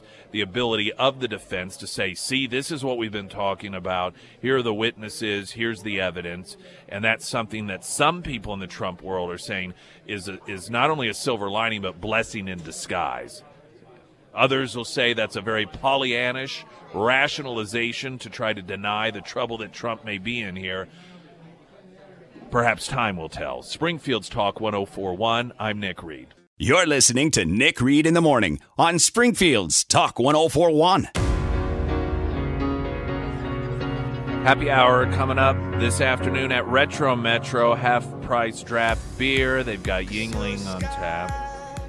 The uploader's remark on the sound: live at Scramblers Diner for the Friday Road Show